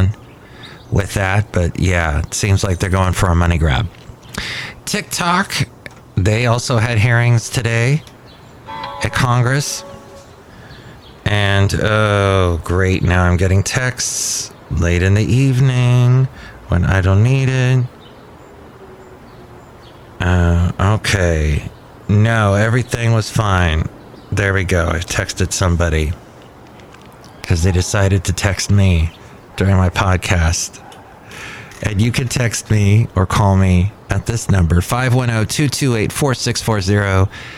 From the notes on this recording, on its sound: podcasts live from Cafe Anyway